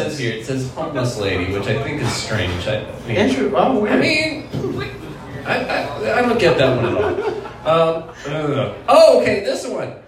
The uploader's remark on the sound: Live at The Waterwheel